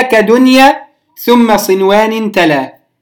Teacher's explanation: قرأها بالإظهار عندما أتت النون الساكنة في كلمة واحدة